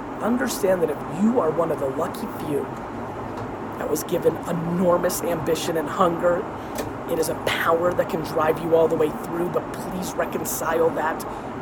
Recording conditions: phone or laptop microphone